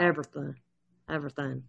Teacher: The word every is just you're extending ever vowel. You don't say the Y, you just say ever.